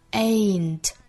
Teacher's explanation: 发音注意是双元音 a 后面接鼻音